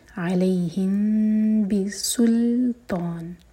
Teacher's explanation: अलैहिम इसमें पर हम होल्ड करेंगे, यह इख्फा शफी, नेक्स्ट वर्ड बा से शुरू हो रहा है, तो मीम को होल्ड करेंगे दो सेकेंड्स और इसके बाद बा पढ़ेंगे